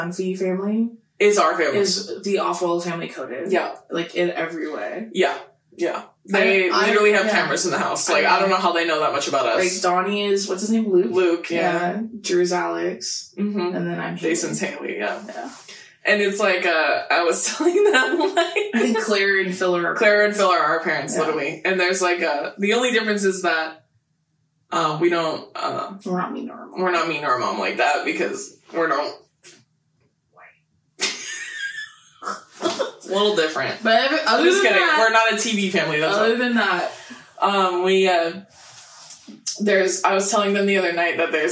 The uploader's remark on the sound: Besties i wanted to let you know that the audio Gods were truly against us in this episode that we ended up filming three times?? The audio is a little funky in this.